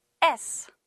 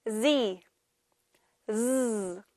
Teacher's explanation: S 소리와 같은 방법으로 내는데 다른 점은 목에 떨림이 있는 소리예요